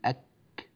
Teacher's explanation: وتخرج الكاف من أقصى اللسان مع الحنك الأعلى لكن من الخارج قليلا · Term: مخرج الكاف